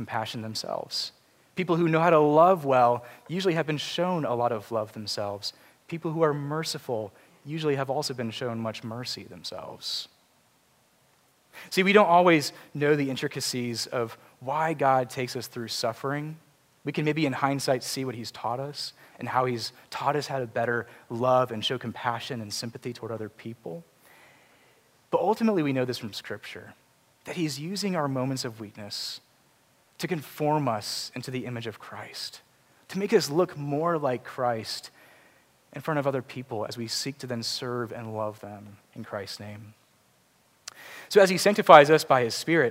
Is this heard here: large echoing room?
yes